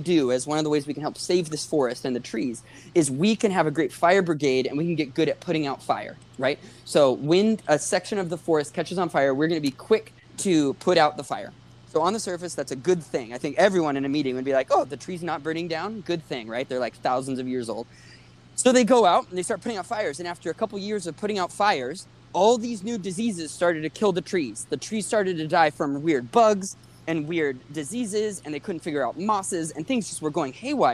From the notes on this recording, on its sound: Due to technical issues, we had to record this episode over phones. You may occasionally be able to tell that we had to resort to this recording method.